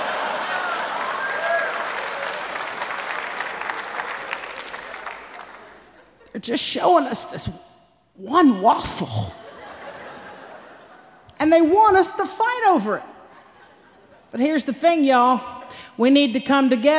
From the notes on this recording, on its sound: Performed live at The Paramount in Oakland.